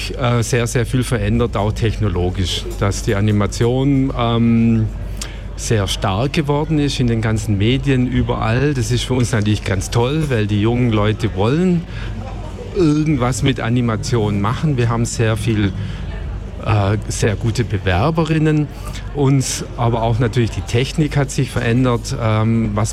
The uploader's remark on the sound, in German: Festivalausgabe live aus dem Merkerareal in Baden.